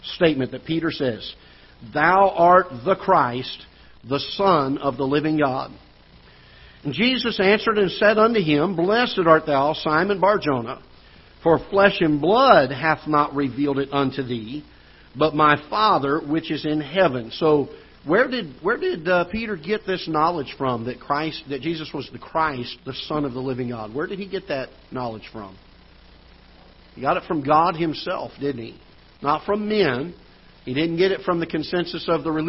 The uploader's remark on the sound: Ketha Heights Baptist Church ~ Live Broadcast